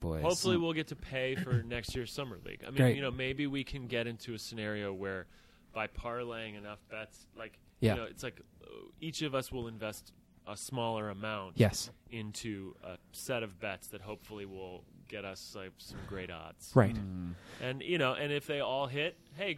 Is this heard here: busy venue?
yes